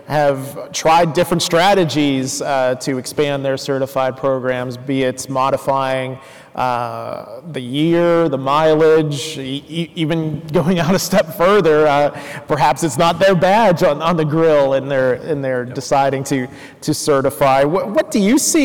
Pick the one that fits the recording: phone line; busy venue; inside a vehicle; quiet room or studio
busy venue